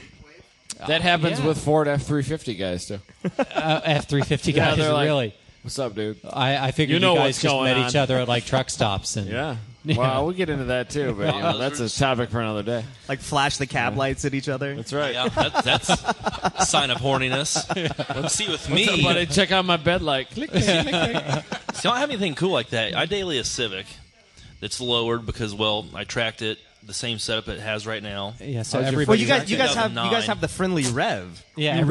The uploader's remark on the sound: from ITR Expo 2015